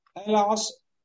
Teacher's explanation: Сот широкий, он влияет на ро и становится ро широкой